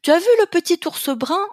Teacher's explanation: Peut-être que vous avez remarqué que quand j'ai dit l'énoncé là, tu as vu le petit ours brun ? Ma voix était beaucoup plus aiguë qu'à la normale. Parce que là aussi, on utilise en général des voix beaucoup plus aiguës qui permettent aussi à l'enfant de dire « Ah, elle a cette voix bizarre, elle est aiguë, exagérée, ça doit être à moi qu'elle s'adresse.